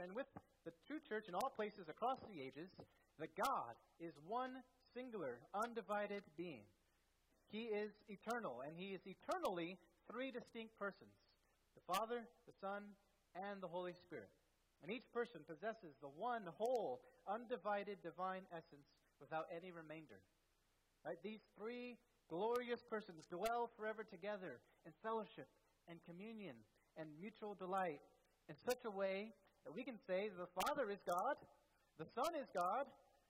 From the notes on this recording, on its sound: at First Baptist Church in Delphi, Indiana